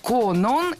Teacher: Конон – это имя, и ударение в этом слове падает на 2-й слог.